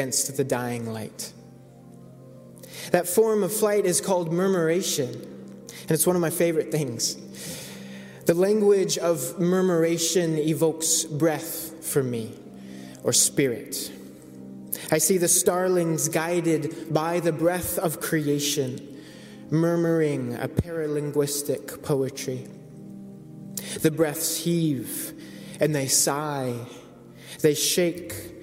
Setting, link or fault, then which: setting, large echoing room